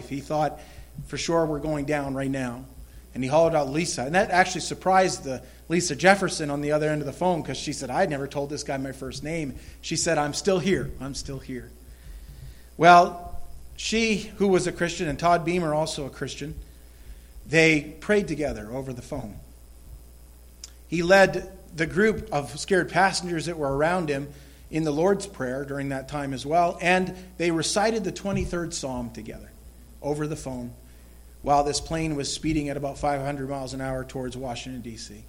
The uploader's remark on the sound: This recorded sermon entitled, Important Final Words, was delivered at the Madawaska Gospel Church on the morning of September 11, 2016.